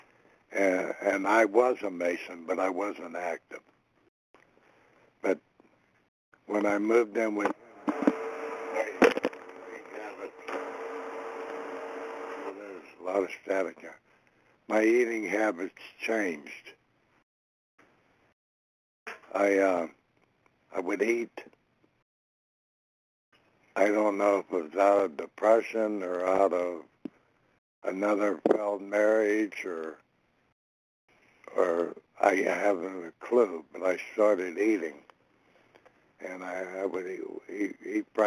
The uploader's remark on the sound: 100 Pounders Phone Meeting.